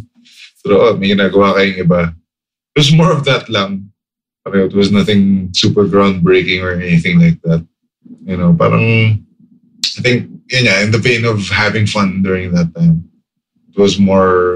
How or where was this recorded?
video call